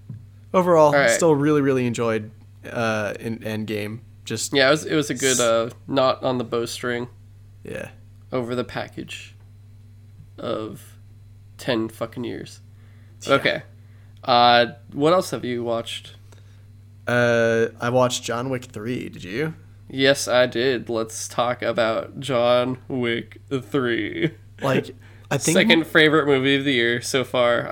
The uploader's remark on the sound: pardon the humming and some audio peaks